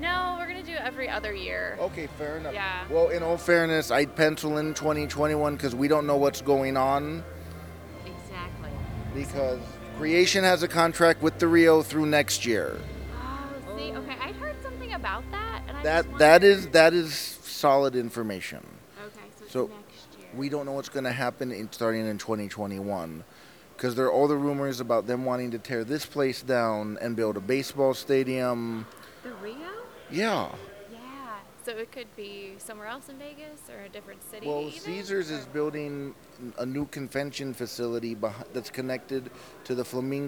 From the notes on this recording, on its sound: Day 5 of STLV 2019. I had time to walk around and interview people when I wasn’t in The Nimoy Theater live tweeting panels.